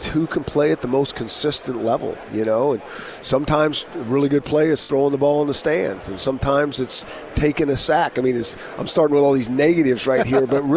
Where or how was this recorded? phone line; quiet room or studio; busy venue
busy venue